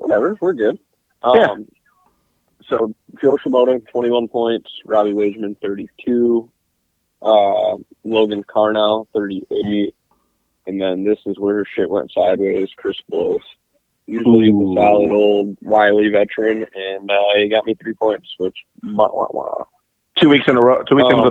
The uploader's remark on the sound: get on the phone